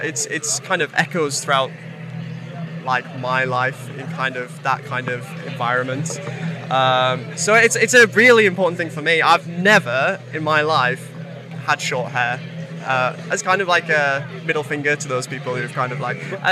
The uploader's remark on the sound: From our 'Live from Bloodstock 2023' series.